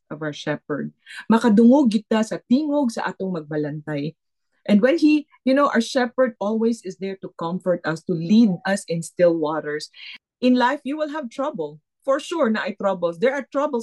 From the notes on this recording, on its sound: Footwashers' 2nd Zoom meeting.